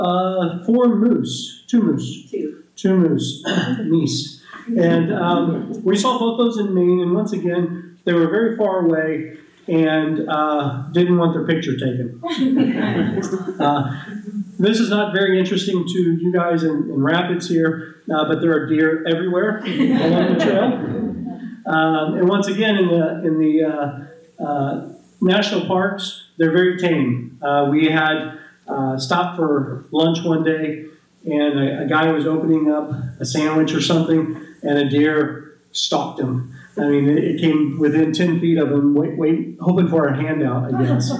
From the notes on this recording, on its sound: This presentation was recorded January 31, 2019 at the McMillan Memorial Library.